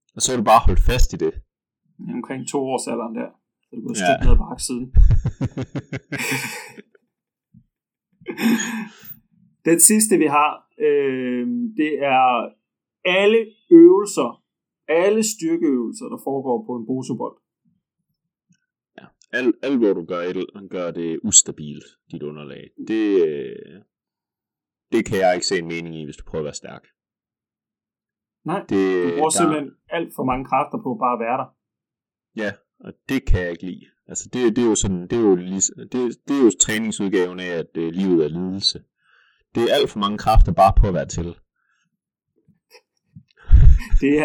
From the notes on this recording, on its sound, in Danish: Så har vi gjort vores bedste for at rydde og rode op i lidt krimskrams på linjen - så det lyder nok lidt mere som en telefonsamtale i kvaliteten, end den vanlige studie kvalitet.